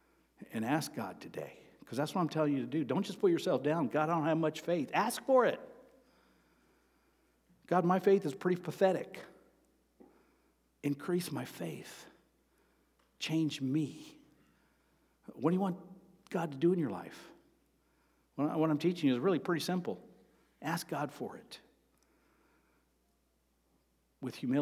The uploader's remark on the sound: Sermon preached on Sunday, March 19, at Avondale Baptist Church.